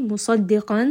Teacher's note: صَاد is heavy, دَال is light, قَافْ is heavy.